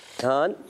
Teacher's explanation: نون کو پکڑ کے رکھنا چھوڑنا نہیں پکڑ لینا · Term: غنہ